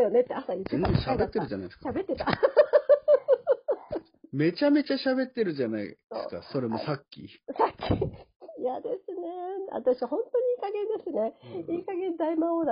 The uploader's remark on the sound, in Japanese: 明治村に行ってきました。少し雑音がありますがご了承ください。